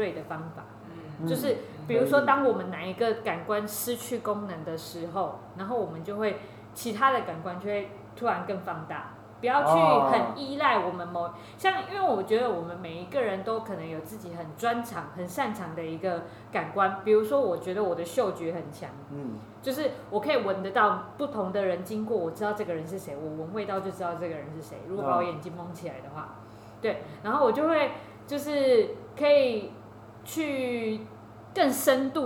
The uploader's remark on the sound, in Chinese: 錄音地點｜ 藍色咖啡館 108台北市萬華區大理街131號。